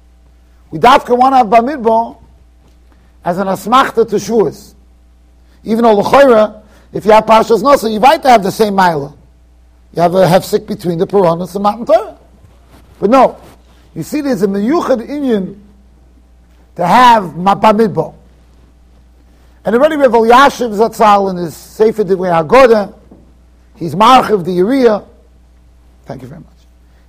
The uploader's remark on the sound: Shiur recorded in Yeshivas Ohr Reuven, Monsey NY.